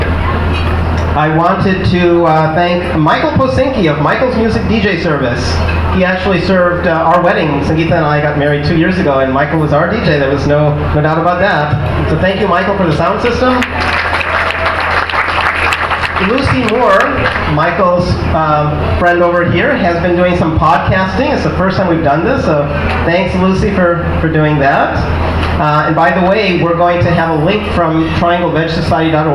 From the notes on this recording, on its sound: Triangle Vegetarian Society hosts the country's largest vegetarian Thanksgiving. Captured an audio montage of the event, such as feedback from some of the 525 attendees (from more than 42 cities and 7 states) in one extended seating. The beginning of the raffle of 129 items worth a total of more than $4500.